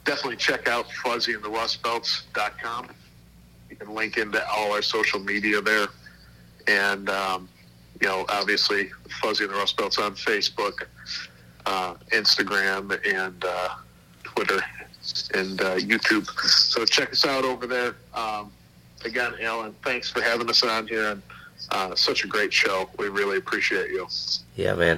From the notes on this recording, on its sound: burnt the phone lines out to Buffalo, NY